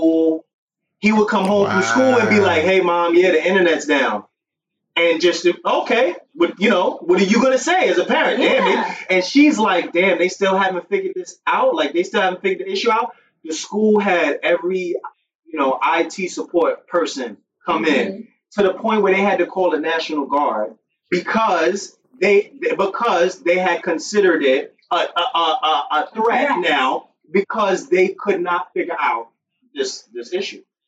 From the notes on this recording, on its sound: Sorry in advance for this week’s audio.